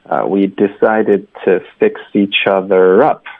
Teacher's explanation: 我们要重音在 up 上